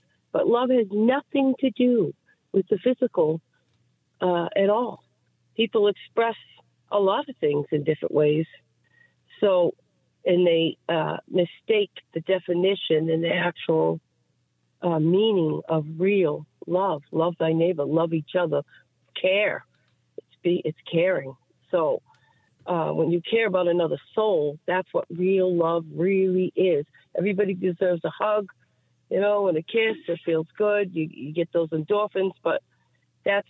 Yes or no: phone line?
yes